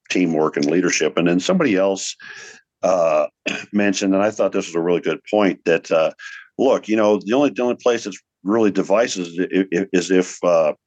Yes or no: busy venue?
no